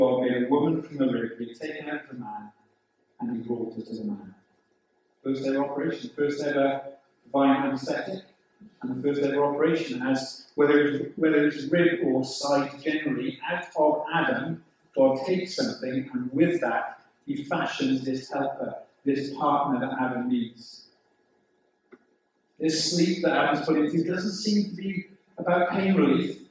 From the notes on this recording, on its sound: The sound quality of this recording is quite poor.